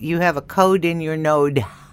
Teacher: When your nose is stopped up, you talk like that, and that's called denasality.